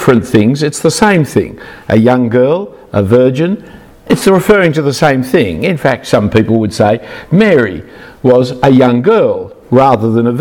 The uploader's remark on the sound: Talk 2 of 2 from the Equip Women Leaders Conference in Sydney in 2019.